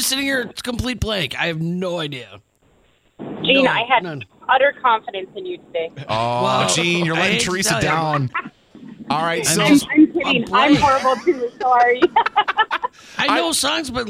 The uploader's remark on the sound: In a Lyrics Game first, a listener joins the show on the phone to compete in the game for a chance to win a prize.